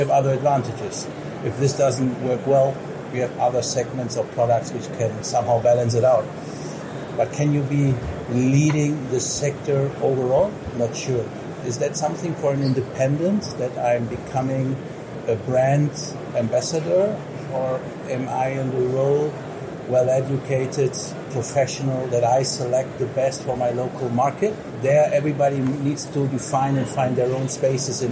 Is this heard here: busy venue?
yes